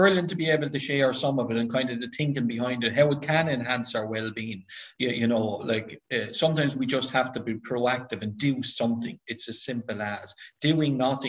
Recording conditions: video call